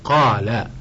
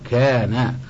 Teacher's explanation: وحكم الألف اللينة من حيث التفخيم والترقيق أنها تابعة لما قبلها تفخيما وترقيقا، فإن كان ما قبلها مفخما فخمت نحو قالا، وإن كان ما قبلها مرققا رققت نحو كانا